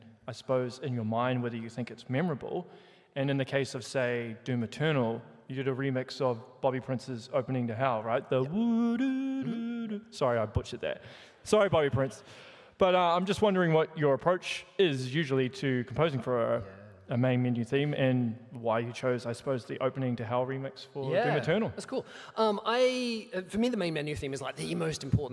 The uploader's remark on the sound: Here is the recorded panel I did at PAX 2023